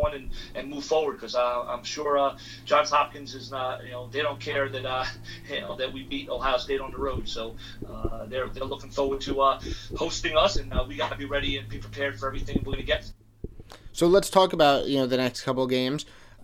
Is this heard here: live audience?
no